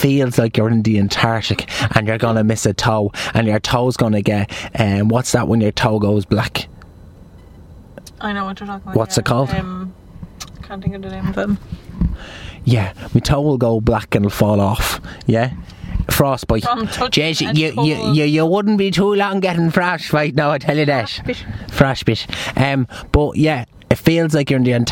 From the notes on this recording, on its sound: When two hyped up adults are sitting in a car outside Starbucks